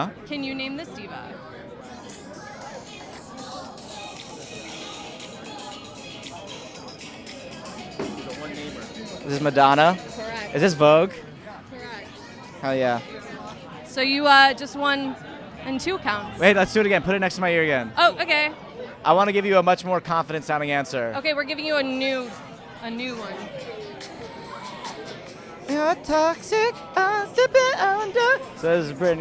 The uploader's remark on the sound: Live on the red carpet of Monty Python's Spamalot. Live from "Monty Python's Spamalot" Opening Night Red Carpet. Live on the red carpet of Monty Python's Spamalot.